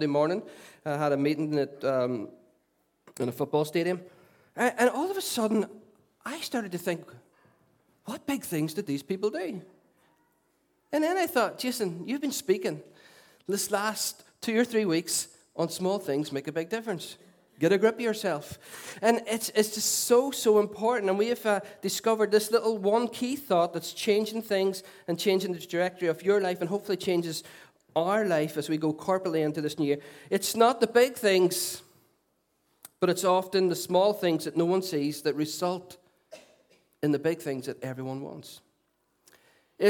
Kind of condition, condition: setting, large echoing room